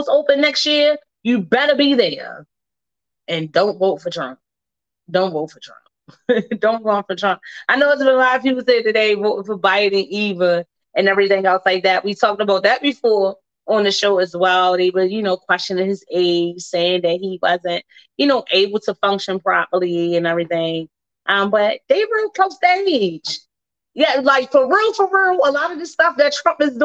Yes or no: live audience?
no